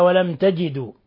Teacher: ميم ساكنة جاء بعدها حرف التاء، حكم التجويد إظهار شفوي